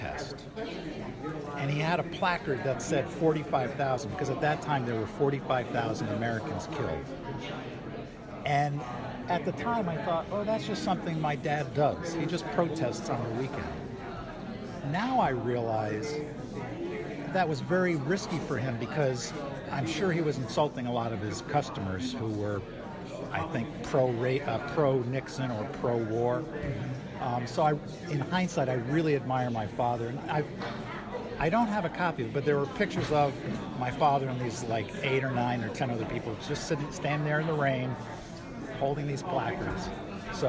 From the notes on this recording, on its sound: Interviews were recorded at Housatonic Valley Regional High School’s 2019 Oral History Festival.